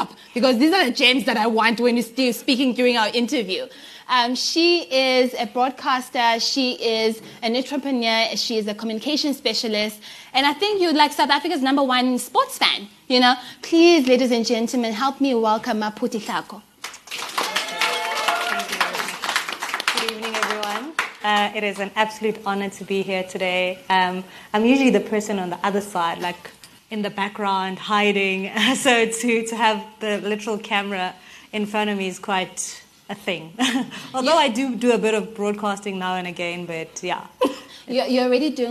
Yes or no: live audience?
yes